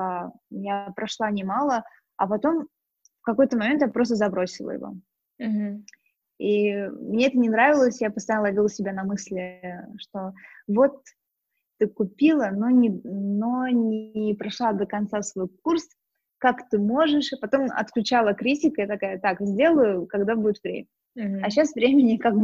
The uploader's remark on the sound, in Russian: Мы познакомились с ней в режиме онлайн и данный выпуск, в связи с карантином, записали так же.